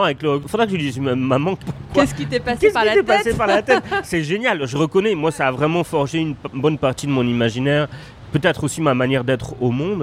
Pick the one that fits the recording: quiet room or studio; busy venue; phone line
busy venue